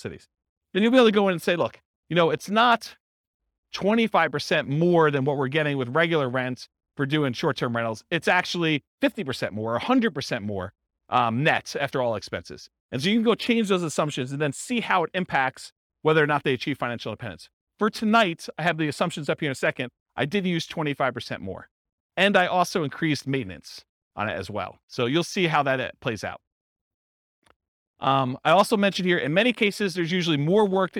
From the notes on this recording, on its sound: This was a live class recorded